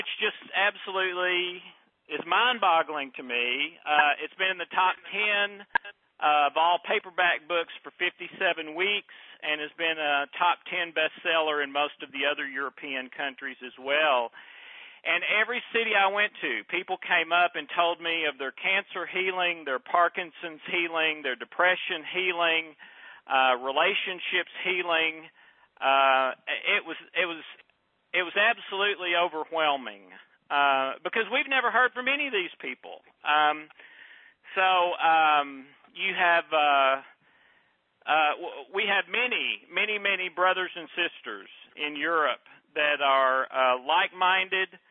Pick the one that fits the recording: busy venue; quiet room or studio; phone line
phone line